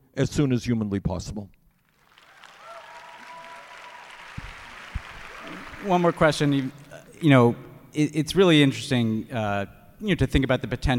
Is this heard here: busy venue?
yes